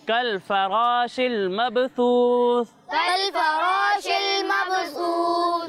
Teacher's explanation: با ساکن ہے اور با حروف کلکلہ میں سے ہے، تو یہاں پر کلکلہ خوب ظاہر ہوگا